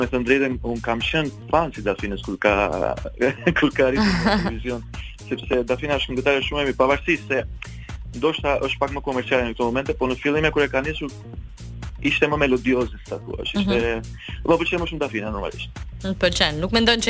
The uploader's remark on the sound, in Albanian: Në një lidhje telefonike në emisionin Lancio.